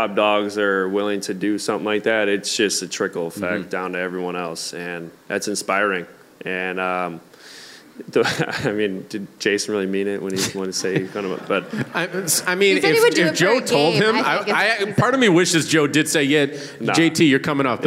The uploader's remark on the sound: live from Memoire at Encore Boston Harbor for the Season 4 finale